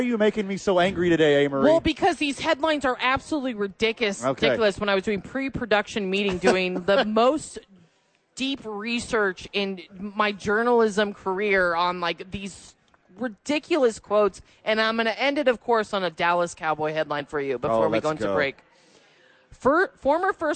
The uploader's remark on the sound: live from Red Door